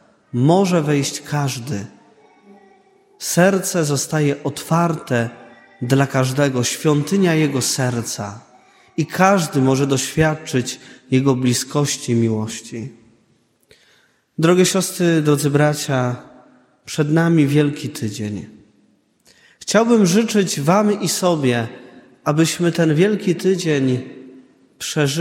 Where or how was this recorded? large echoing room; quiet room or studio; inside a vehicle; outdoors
large echoing room